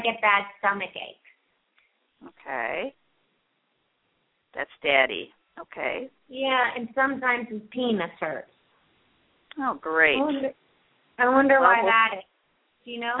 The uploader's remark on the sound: open up the lines for listeners to call